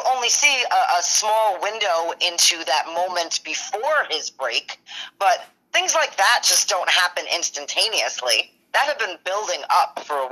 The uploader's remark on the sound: special call in from my mother